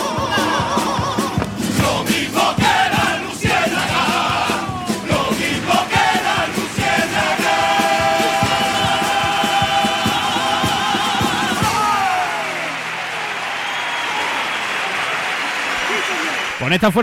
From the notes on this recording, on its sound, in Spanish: En las semifinales del COAC 2024. En directo desde el Gran Teatro Falla de Cádiz, escucha la retransmisión del Concurso Oficial de Agrupaciones Carnavalescas del Carnaval de Cádiz 2024 en Onda Cero Cádiz.